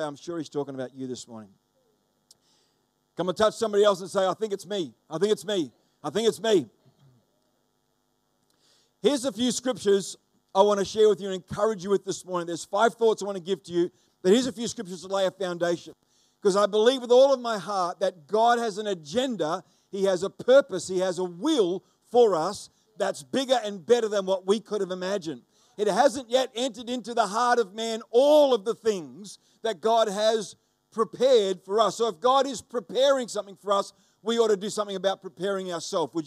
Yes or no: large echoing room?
yes